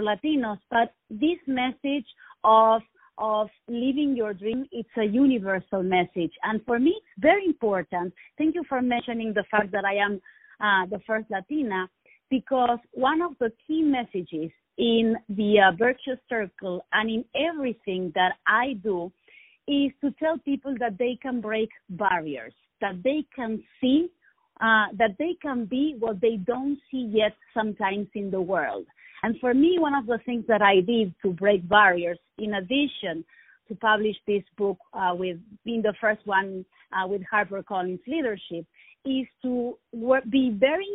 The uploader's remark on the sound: On the phone